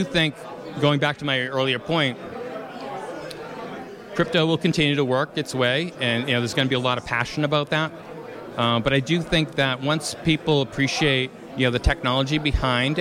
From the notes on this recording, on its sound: During a Boston Blockchain Association event at the Suffolk University campus in downtown Boston, Massachusetts.